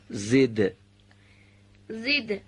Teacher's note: دال باید صداش قطع بشه و بعد از لحظه هم صدای اون آشکار بشه